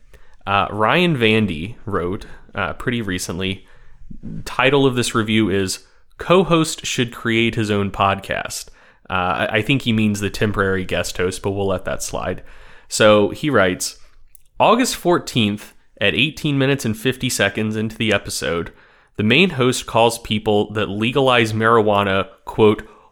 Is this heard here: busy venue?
no